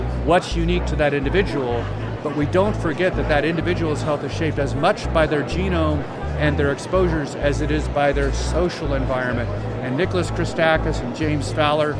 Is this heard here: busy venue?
yes